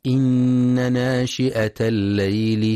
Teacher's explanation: ينتبه القارئ لتحقيق همزة ناشئة في رواية حفص، فلا يقرأ ناشية بالإبدال